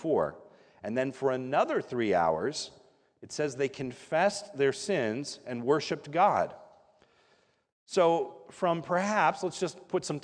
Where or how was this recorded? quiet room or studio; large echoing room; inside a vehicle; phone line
large echoing room